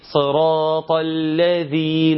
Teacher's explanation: وتطلع لسانك في الذال. نعم لازم تطلع لسانك في الذال علشان يكتمل، علشان الحرف يكون مكتمل ويكون خد الصفات بتاعته وخرج من المخرج السليم بتاعه.